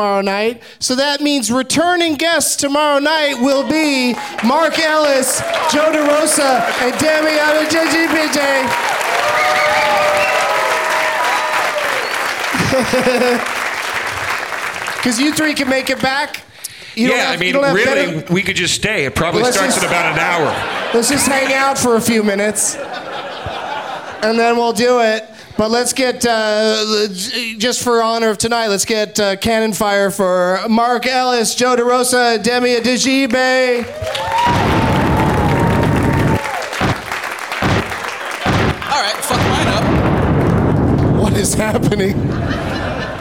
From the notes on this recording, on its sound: Live from Largo in Los Angeles